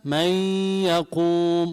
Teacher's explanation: الإدغام بغنة، يعني بيطلع معي غنة لما بدغم من الأنف، وهو أن يدغم في الأربعة الباقية.